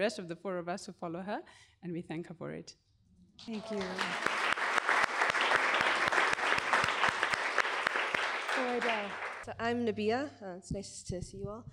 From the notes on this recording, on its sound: Up/Root is grateful to Trademark Hotel in Village Market that sponsored this live recording on December 11, 2019.